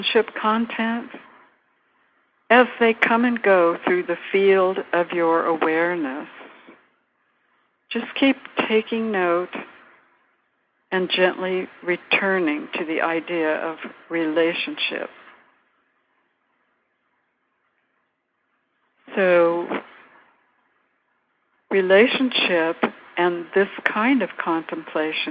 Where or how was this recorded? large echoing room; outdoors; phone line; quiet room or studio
phone line